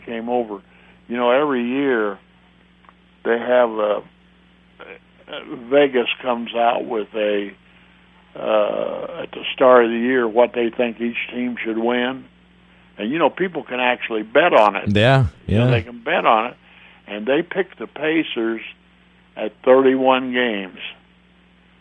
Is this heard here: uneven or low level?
no